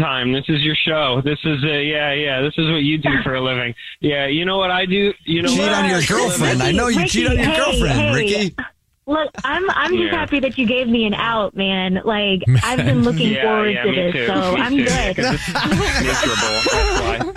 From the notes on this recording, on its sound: on the phone today